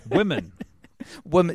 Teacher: We change both vowels become an I.